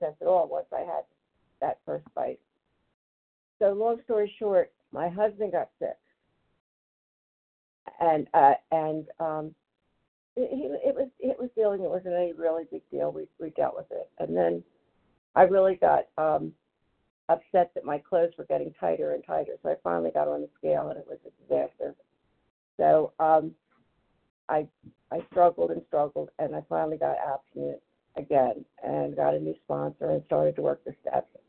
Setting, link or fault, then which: link, phone line